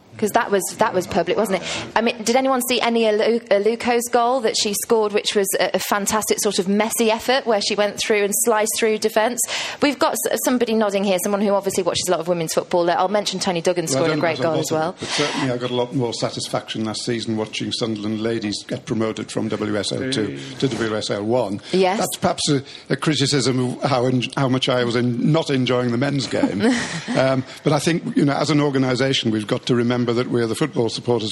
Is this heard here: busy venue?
yes